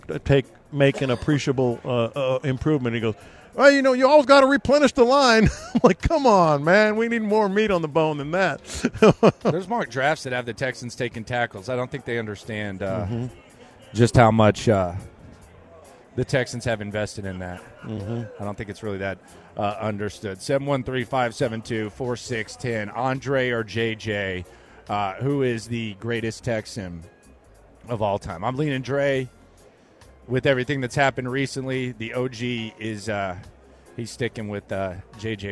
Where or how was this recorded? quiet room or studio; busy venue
busy venue